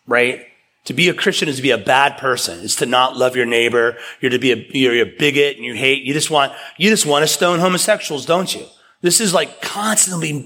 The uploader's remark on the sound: preached at East River Church